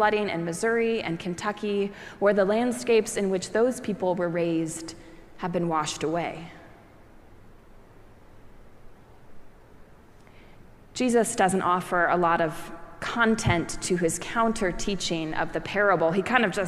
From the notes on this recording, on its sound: preached at our celebration of the Holy Eucharist on the Eighth Sunday after Pentecost.